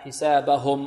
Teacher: وهنا نحافظ على ضم الهاء